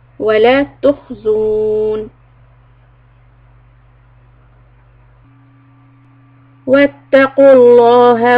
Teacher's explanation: لفظ جلالة لام will be heavy